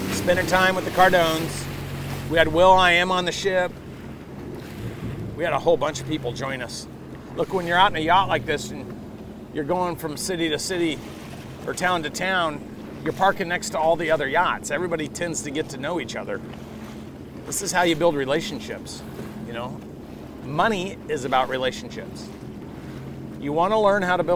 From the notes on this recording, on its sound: I am coming live to you from a jet ski in Capri, Italy. I am jet skiing in the South of Italy.